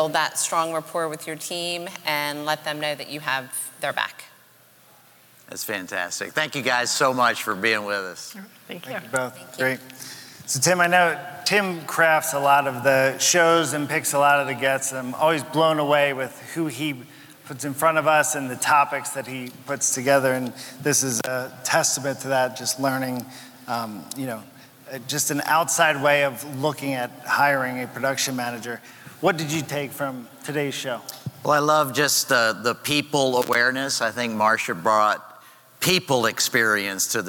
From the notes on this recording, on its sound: Live from Summit! On stage for a discussion.